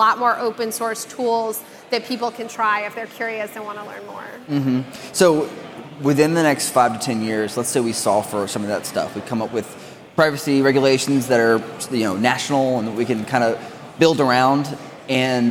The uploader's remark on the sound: A two day exclusive event consisting of in-depth workshops, and incredible presentations given by a diverse line-up of expert speakers + thought leaders in Data. Live during the conference to get the exclusive insight on rvatech/Summit 2020.